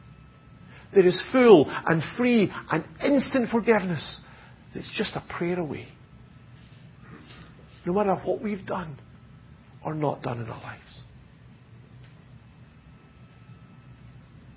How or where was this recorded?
large echoing room